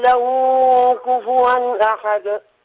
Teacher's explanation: له هذا مد صلة صغرى، الهاء بعدها واو صغيرة، هذا مد طبيعي يمد حركتين، لا نقول له كفوا.